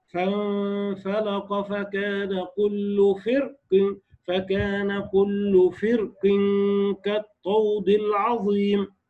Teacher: ومن قال بالترقيق ضعف الراء لأنها وقعت بين كسرتين، قبلها الفاء مكسورة وبعدها القاف مكسورة